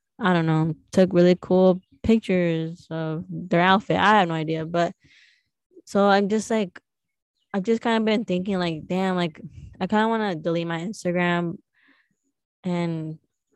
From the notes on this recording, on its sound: live from outside at the farm!